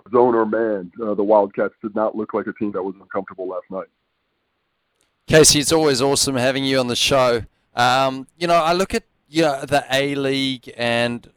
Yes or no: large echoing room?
no